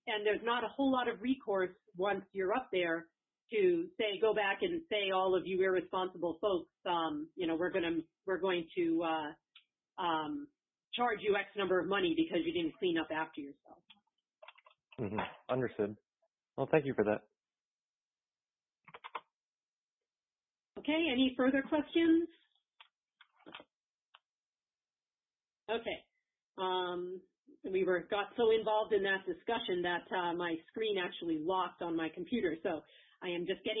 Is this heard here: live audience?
no